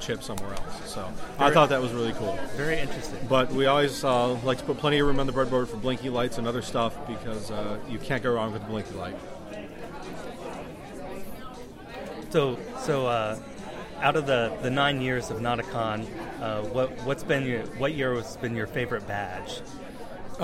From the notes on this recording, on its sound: It was recorded at Ba-Con in Columbus last summer.